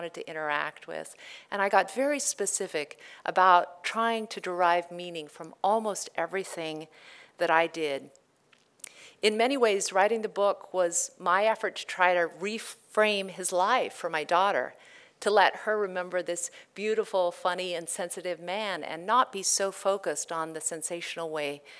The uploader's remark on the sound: In this live presentation.